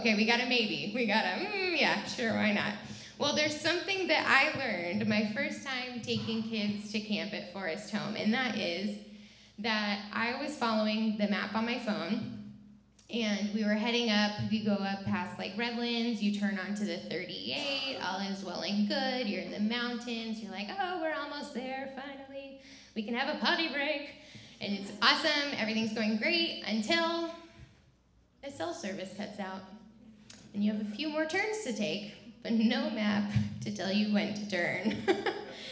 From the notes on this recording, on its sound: This is a recording from the 9:00 am service.